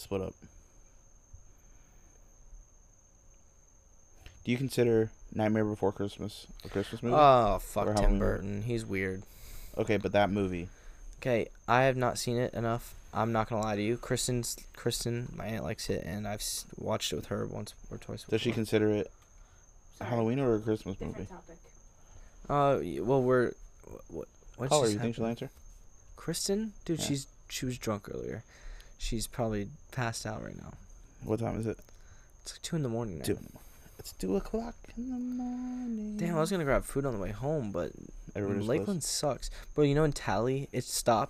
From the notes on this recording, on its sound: Recorded on Halloween, and on the porch.